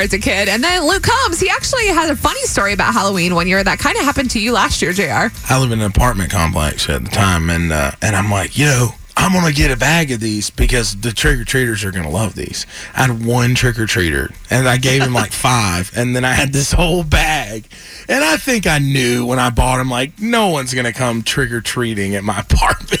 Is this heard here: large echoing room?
no